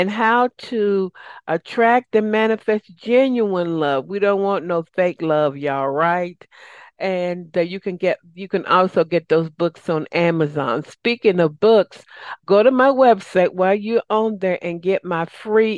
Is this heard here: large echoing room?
no